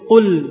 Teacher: Di gusi bukan di gigi.